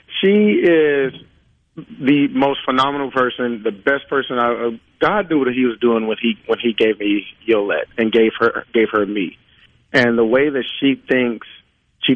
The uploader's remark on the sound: joins the conversation by phone